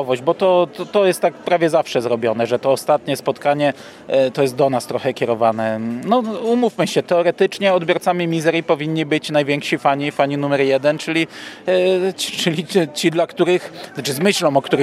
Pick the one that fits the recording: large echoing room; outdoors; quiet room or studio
outdoors